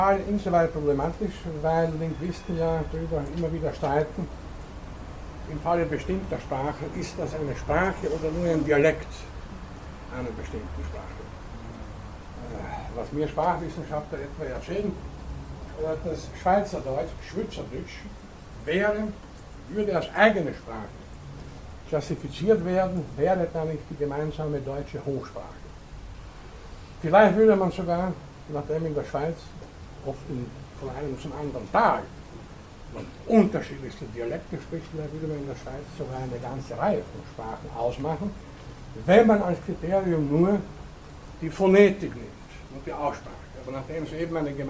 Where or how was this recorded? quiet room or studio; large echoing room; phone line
large echoing room